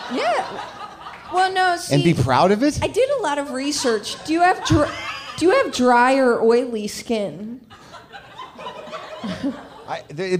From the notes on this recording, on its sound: At Comix in NYC. A live WTF taping.